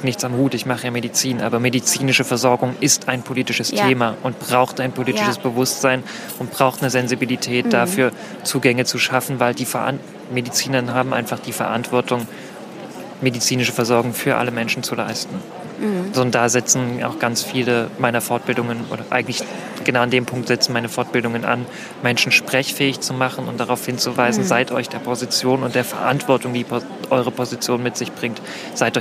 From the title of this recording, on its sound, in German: Gespräch vom »Markt für nützliches Wissen & Nicht-Wissen«